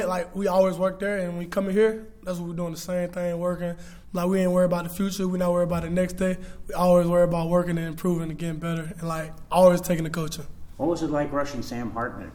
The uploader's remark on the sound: Note this is raw audio with several other members of the media